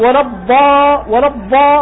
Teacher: هو الحقيقة دال صبغت بالتفخيم والاستعلاء فخرج الدال المفخمة